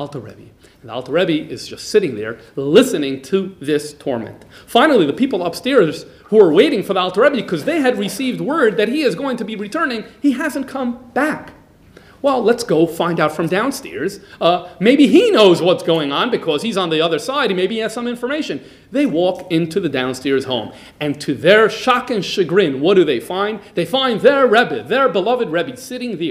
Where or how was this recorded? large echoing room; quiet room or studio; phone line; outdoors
large echoing room